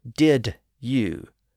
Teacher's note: The D sound at the end of did flows into the Y sound at the beginning of you, and then into the vowel part of you.